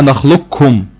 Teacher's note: إحنا كده هنضغم القاف في الكاف مع بعض إضغام كامل، وهنشيل صفة الاستعلاء دي خالص، هنخليها نخلقكم.